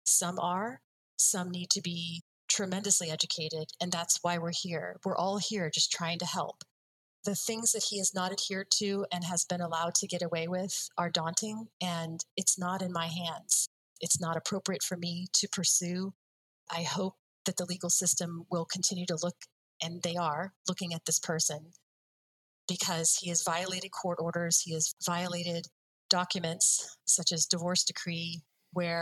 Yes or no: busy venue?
no